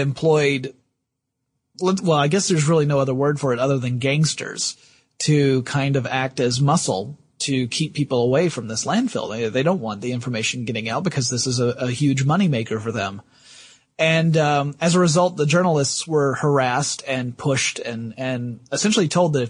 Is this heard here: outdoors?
no